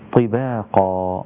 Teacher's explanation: الطاء مكسورة في أدنى مراتب التفخيم لكنه حرف مفخم. وإذا وقفت على كلمة طباقا وقفت عليها بالألف هكذا طباقا، وهذه الألف تسمى، أو هذا المد الذي في نهاية الكلمة يسمى مد العوض، عوض عن التنوين بالفتح.